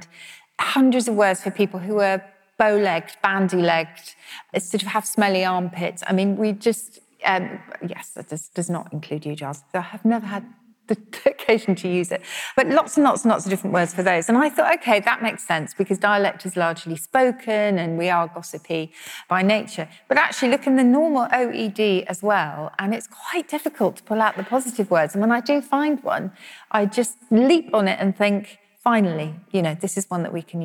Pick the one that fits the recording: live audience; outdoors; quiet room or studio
live audience